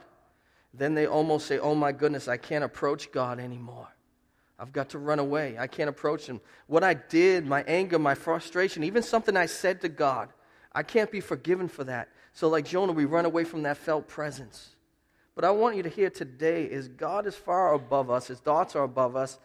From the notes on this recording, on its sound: Preached at Restoration Road Church on April 2, 2017